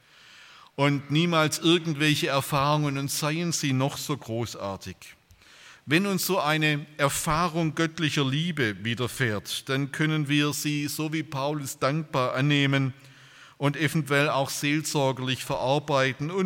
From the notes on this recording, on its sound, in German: bei einer Veranstaltung der Liebenzeller Mission